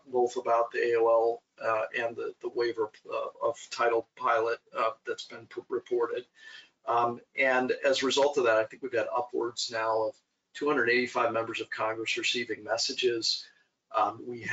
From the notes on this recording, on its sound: we share our webinar